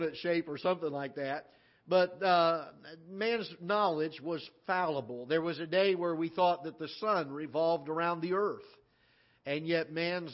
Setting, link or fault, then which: setting, large echoing room